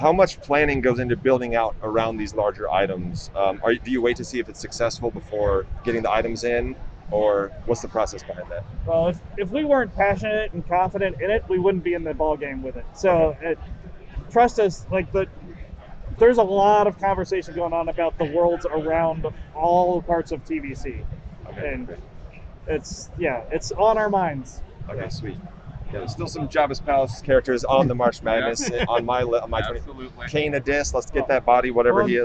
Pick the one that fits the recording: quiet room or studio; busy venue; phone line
busy venue